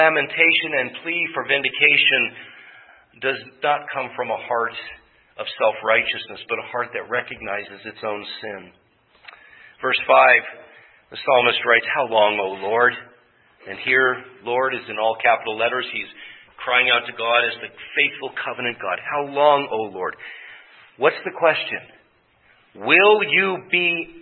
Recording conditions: large echoing room